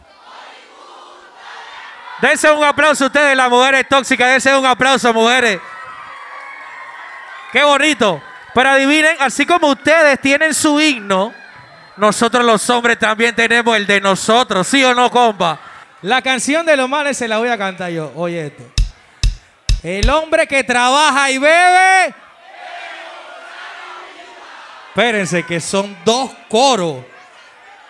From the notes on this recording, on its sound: Live Session at 5to5 Hotel Hilton Panamá